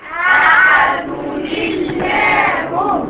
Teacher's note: مرققه ليه عشان قبلها مكسور احدوني الله ايه اللي حصل هنا كسرت النون بتاعت التنوين لان ايه لان التقى ساكنان · Term: نون التنوين